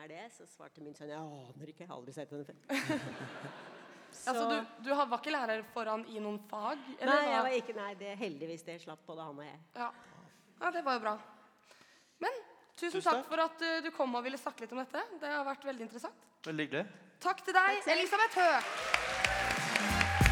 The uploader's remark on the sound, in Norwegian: Stabekk 100 år - live fra gymsalen. Stabekk vgs har 100 årsbursdag! Live fra gymsalen med gjester.